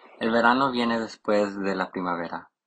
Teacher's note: En las palabras verano y primavera, por ejemplo, lo escuchamos hacer el sonido V. · Term: betacismo